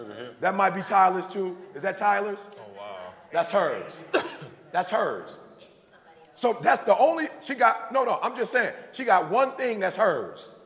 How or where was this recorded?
live audience